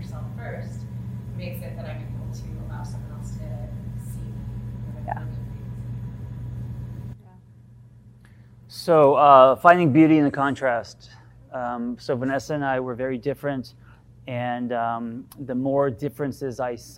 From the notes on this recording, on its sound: Host a live workshop.